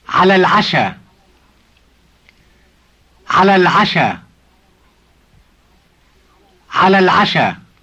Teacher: we drop the initial sound e in il when we pronounce for and dinner together